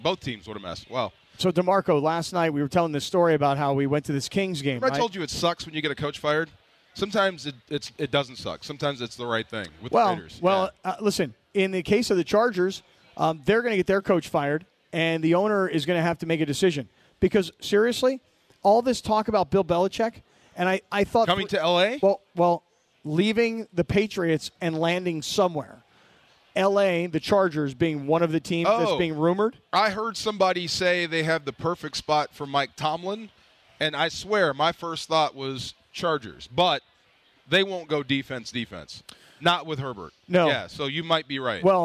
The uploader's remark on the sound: LIVE From Yaamava!